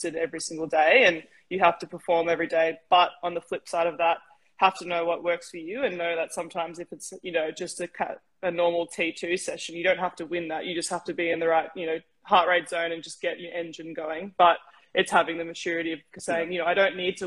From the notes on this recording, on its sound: This was recorded as part of 776BC's The Movement Live on Instagram